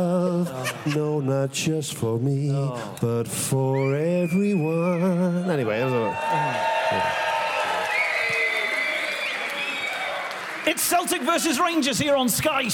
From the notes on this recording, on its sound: This week’s episode was recorded at The EICC in Edinburgh on Saturday 23rd October.